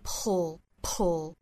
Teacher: belonging believe they're worthy of love andbelonging。好，我们再来看美音，那美音我们再来补充一点哈，就是 people 这个词，这个词它其实是有一个和后面的舌侧音的一个组合，也就是两个辅音连缀在一起，这个时候发音我们一定要注意，不是 people 也不是 people，一定是注意舌侧音的发音。舌侧音就要求我们一定是舌尖抵上齿龈去发的发音，那同时我们再去发一个爆破的 p，所以是 pullpull。在爆破发 p 之前呢，舌尖就已经在上齿龈位置了，然后爆破同时舌尖还是在上齿龈抵住，不要弹下来哈，一定是抵住了 pull。所以说最后这个词的声音落脚点还是在舌侧音上的 people 不是 people。 The people who have a strong sense of 这个 strong 音音和美音发